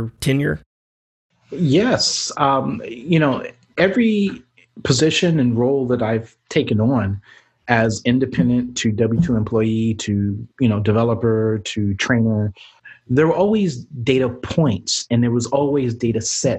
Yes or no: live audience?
no